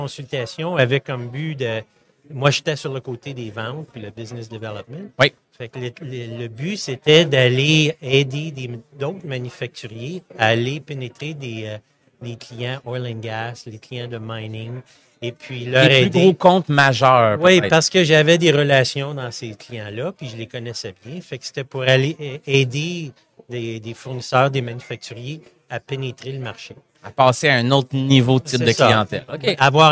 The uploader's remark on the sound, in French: En direct du Hardtech à Toronto